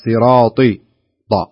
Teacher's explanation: كذلك صراط الله ما أقول صراطي، لا صراطي ط تقلقل الطاء تقلقلها وتخرجها حرف استعلاء صراطي وليس صراطي، لا إذا صراطي إذا ضعفت تروح هي صحيح أنها مكسورة وهي يسمونها أقل مراتب الاستعلاء أو مراتب التفخيم، لكن لا بد أن التفخيم فيها موجود ما يضعف التفخيم.